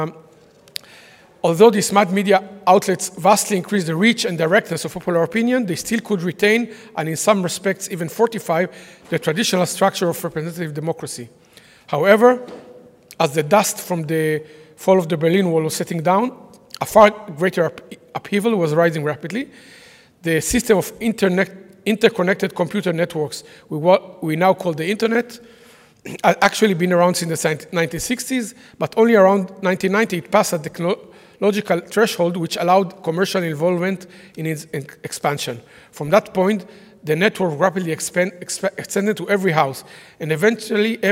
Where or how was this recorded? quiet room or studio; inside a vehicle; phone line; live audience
live audience